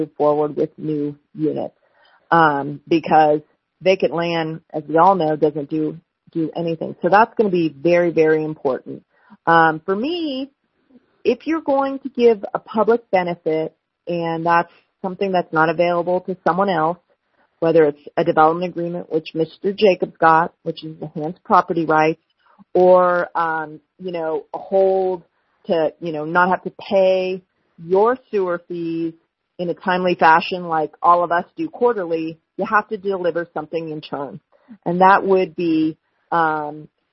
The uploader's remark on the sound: LIVE: Reno Telephone Townhall. A telephone townhall with nearly 3,000 attendees calling in to have their questions answered and their concerns heard.